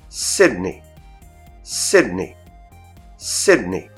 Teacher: Dans cet exemple, la première syllabe était accentuée. · Term: syllabe accentuée